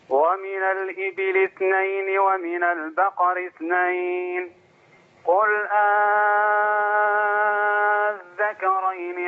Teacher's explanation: مد لازم ست حركات زود المد شوية